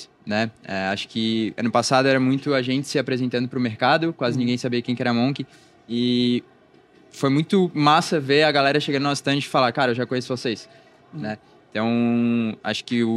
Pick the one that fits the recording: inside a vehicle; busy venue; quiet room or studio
busy venue